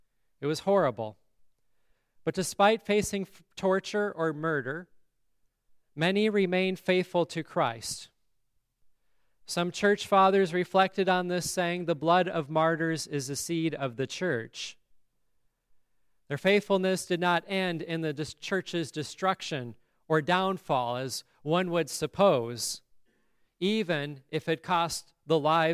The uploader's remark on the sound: the service at Grace Lutheran Church, Lexington, MO on December 13, 2023